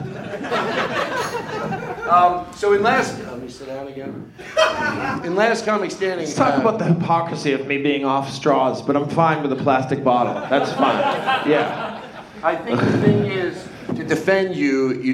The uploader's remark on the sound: LIVE from Just For Laughs Montreal